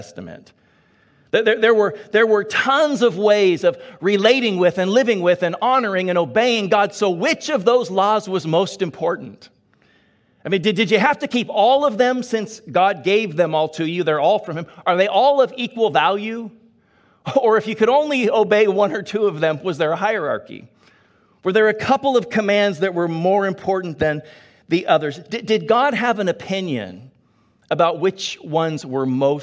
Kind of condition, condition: setting, large echoing room